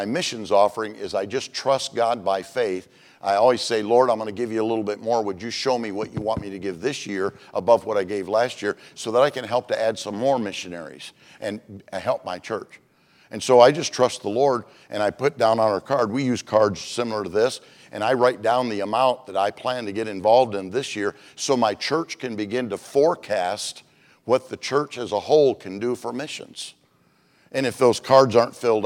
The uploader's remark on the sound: Monday evening service of 2023 Missions Conference. At Community Baptist Church in Riverhead, NY.